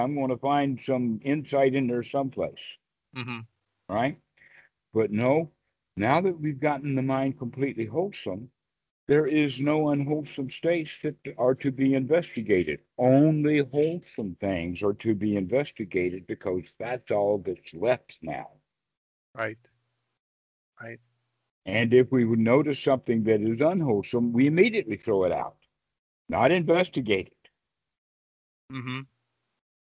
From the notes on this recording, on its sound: skype calls on this channel